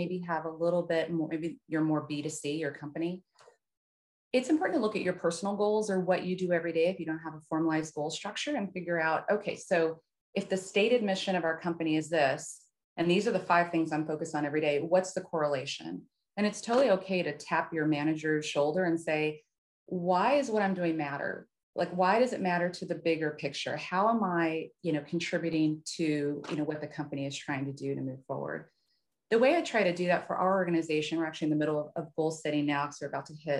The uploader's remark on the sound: a virtual gathering with expert panelists